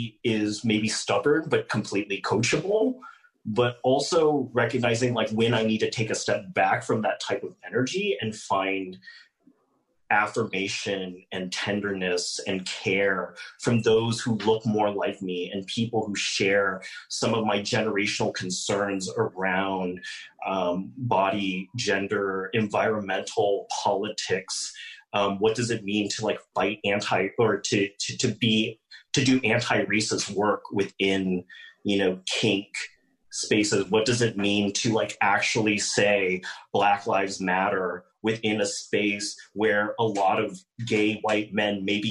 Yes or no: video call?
yes